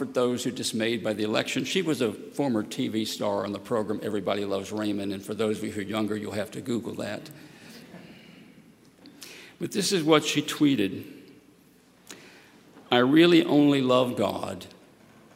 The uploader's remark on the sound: at Highland Baptist Church, Louisville, Kentucky